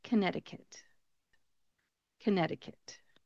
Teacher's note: we do not pronounce that middle C in front of the T in Connecticut. We take that out, and it just becomes a silent letter.